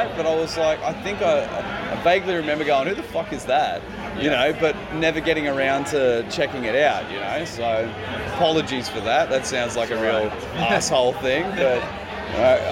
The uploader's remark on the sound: In the first of three live episodes, two of which were recorded at the wonderful YardDoggs establishment. There's a couple of sneaky guests on this episode as well. Recording at the pub what do you expect.